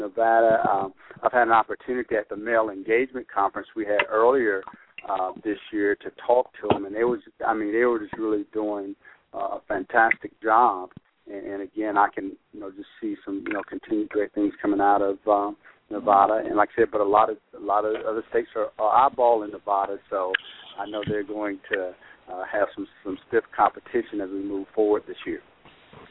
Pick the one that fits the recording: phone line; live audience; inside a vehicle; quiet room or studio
phone line